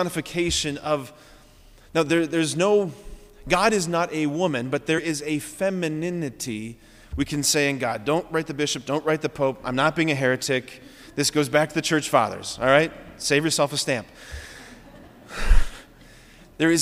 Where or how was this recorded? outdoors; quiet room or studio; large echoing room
large echoing room